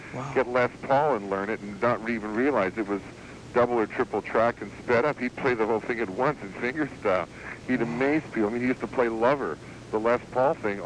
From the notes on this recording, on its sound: A short phone interview I did many years ago.